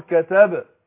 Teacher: الباء هنا ساكنه والحروف اللي هي القلقله قطب جد، فطالما هي ساكنه هنقلقلها